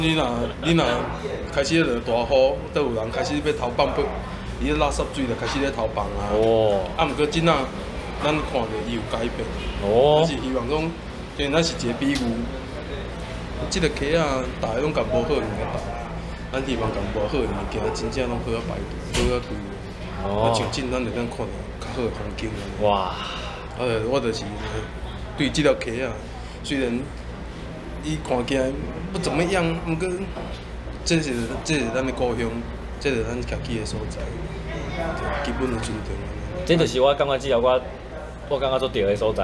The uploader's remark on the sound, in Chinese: 錄音地點：Louisa Coffee 路易莎咖啡 台南中華店。錄音設備：Samsung S10+。